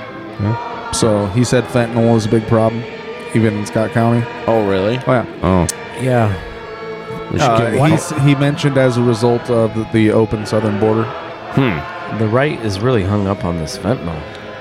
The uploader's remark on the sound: were on the ground at the rally and had some good conversations with people outside the theater